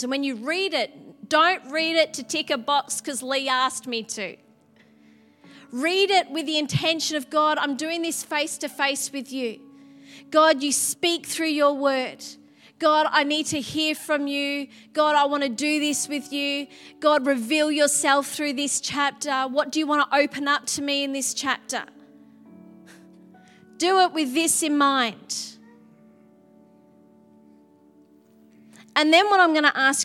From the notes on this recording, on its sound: Sunday January 22 Echo Church Melbourne